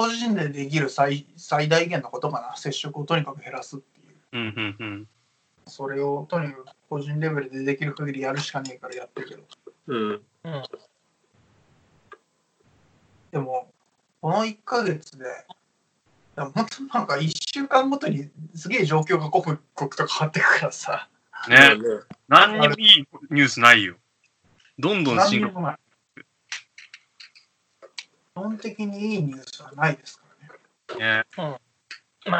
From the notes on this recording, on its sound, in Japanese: 初のリモート収録。